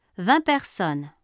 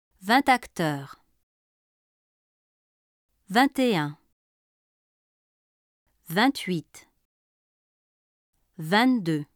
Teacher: The final consonant of 20 is silent when it stands alone or before a noun beginning with a consonant. When vingt precedes a noun beginning with a vowel sound and when it is combined with another number, the T is pronounced. · Shown in: second take